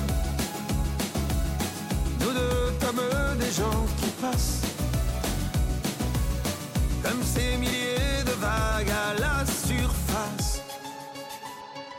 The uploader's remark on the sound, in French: en direct de Rolland-Garros